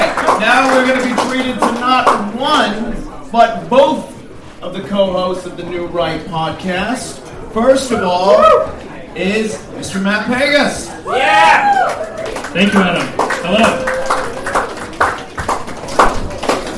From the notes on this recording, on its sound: live event at Sovereign House in NYC